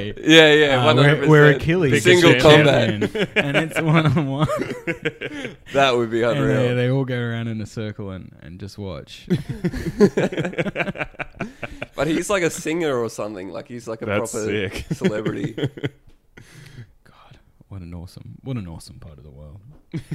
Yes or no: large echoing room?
no